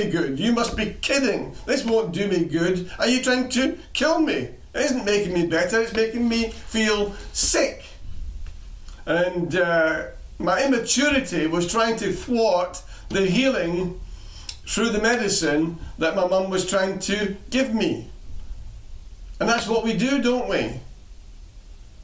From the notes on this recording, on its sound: Recorded at freedomcentre church, Preston